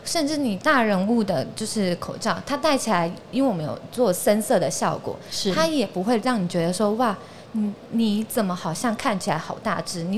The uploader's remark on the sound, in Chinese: 2022 Medical Taiwan台灣國際醫療暨健康照護展 -Live Podcast